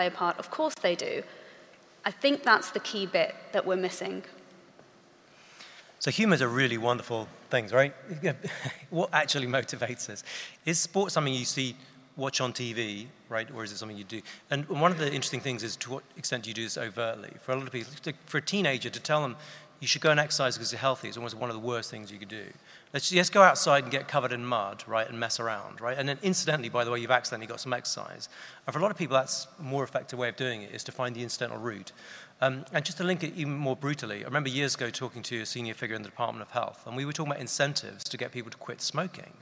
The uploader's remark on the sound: We come live from the Guildhall in the City of London, with one of the sessions from the 2021 Conference.